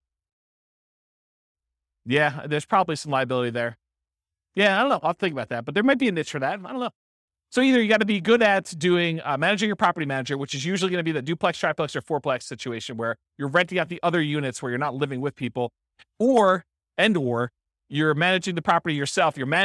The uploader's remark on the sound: This was a live class recorded